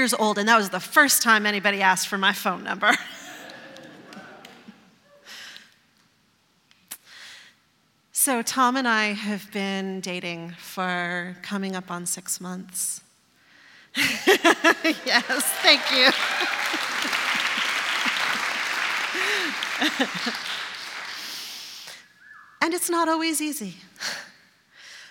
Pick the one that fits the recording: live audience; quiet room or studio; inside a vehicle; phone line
live audience